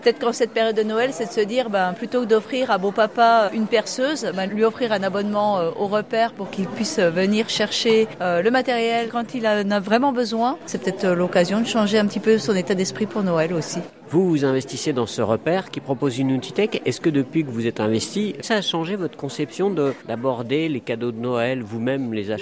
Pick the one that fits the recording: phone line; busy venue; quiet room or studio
busy venue